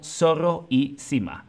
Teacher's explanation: siempre puedes utilizar la variante latinoamericana, que es hacer una s como zorro y cima.